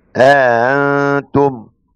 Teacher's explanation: قل انتم قالون أبو عمرو وأبو جعفر يسهل الهمزة الثانية ويدخل ألف بينها وبين همزة الاستفهام